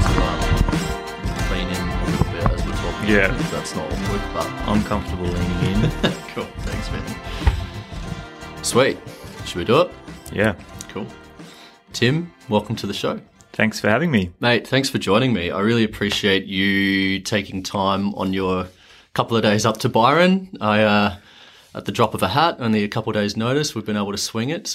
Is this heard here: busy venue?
no